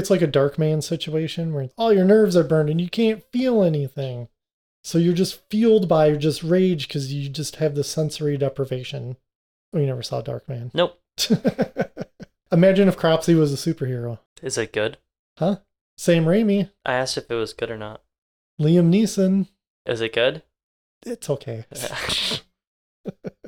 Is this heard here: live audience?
no